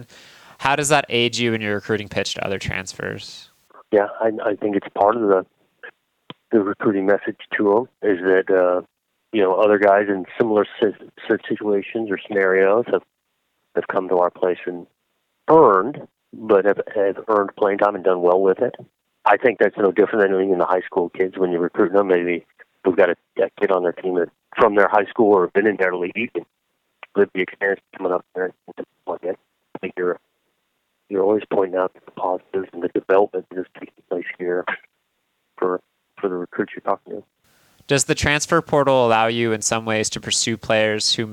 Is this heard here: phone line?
yes